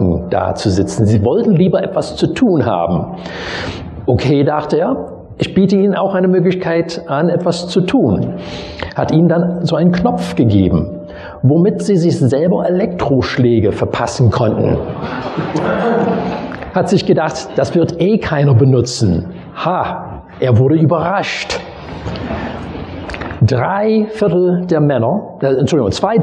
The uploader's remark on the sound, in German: Predigt aus dem Gottesdienst vom 22.